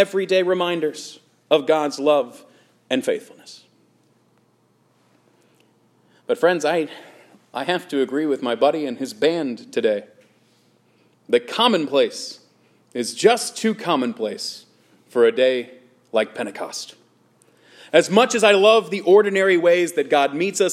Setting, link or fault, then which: setting, large echoing room